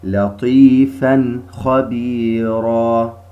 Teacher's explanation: ننطق بالتنوين الذي هو نون لفظا لا خطا بدون غنة مستطالة · Term: إظهار حلقي